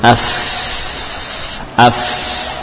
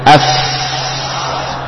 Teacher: Fa huruf bibir, bibir bawah dengan gigi seri atas yang dua. Af bagian dalam, bagian dalam bibir bawah, sehingga bukan ditarik ke dalam, jangan ditarik ke dalam bagian bibirnya, supaya yang nempel bagian dalamnya.